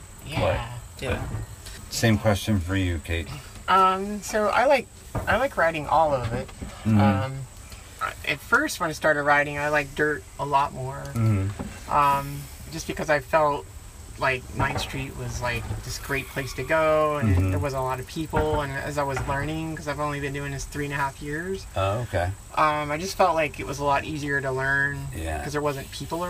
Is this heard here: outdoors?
yes